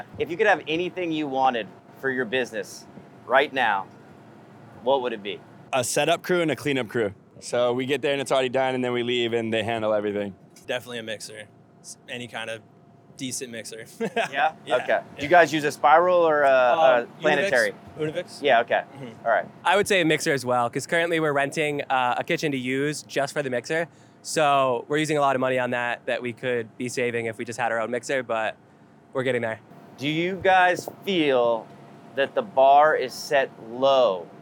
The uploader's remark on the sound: caught up with them at Vegan Playground outside of Boomtown Brewery in Downtown Los Angeles